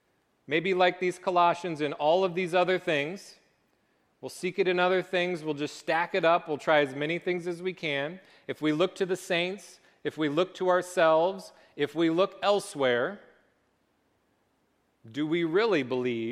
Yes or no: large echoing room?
yes